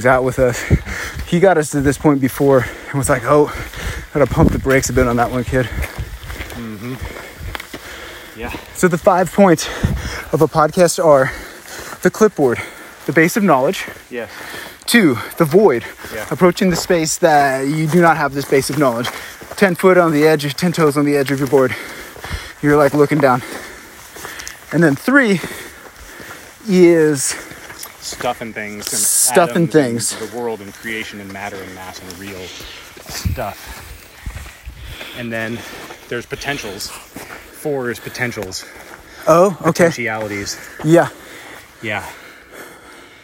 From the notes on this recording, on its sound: A field recording investigating the void inside a mountain spring. We also check out the pump house, sit by the solar panel power station and walk by bobs mill.